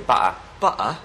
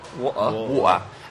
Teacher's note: And that dropping of the T is known as a glottal stop.